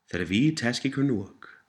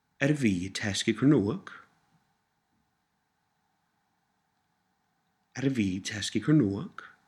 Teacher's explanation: you knock off the th sound at the beginning. And then you change the tone of voice to indicate that you were asking a question. · Shown in: second take